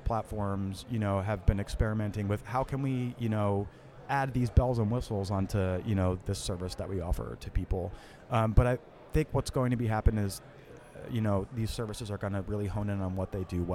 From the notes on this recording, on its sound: Music Tectonics is at Midem! Recording interviews with Midemlab competitors and international music tech superstars, on the spot in Cannes.